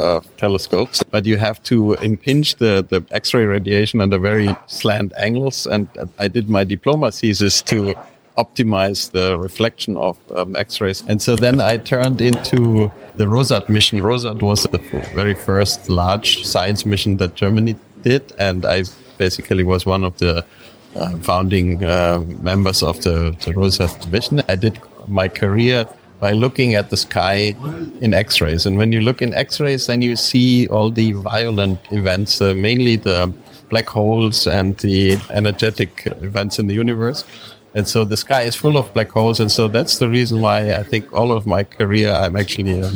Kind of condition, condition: setting, busy venue